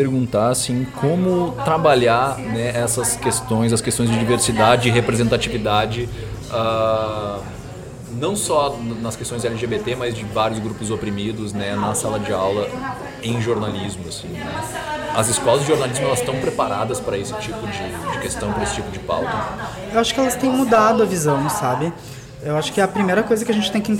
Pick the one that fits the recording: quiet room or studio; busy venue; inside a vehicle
busy venue